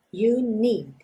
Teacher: Percebe como esse D final, need, quase não aparece.